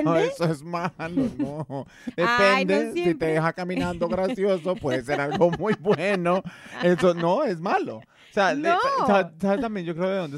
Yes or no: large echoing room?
no